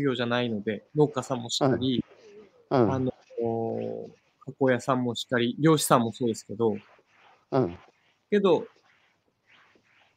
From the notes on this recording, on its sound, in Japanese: 歩きながら1時間ある、対談する